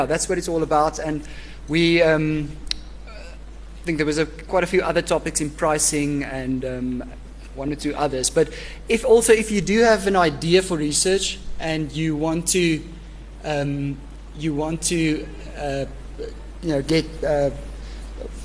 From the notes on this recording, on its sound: ASSA 2015 Short Term Insurance Convention at Emperors Palace, Kempton Park on 7th September 2015